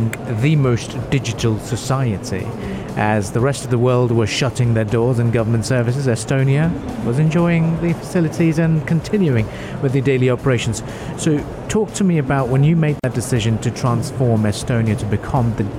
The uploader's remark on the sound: Live at IGCF.